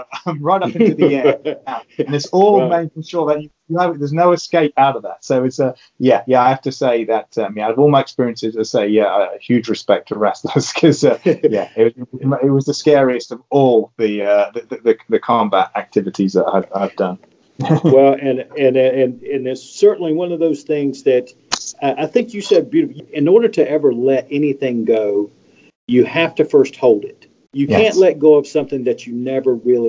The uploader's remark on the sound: He is in the UK, we coordinated a Skype call this past Sunday.